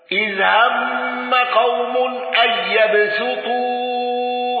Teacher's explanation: قالون بتوسط المنفصل وسكون ميم الجمع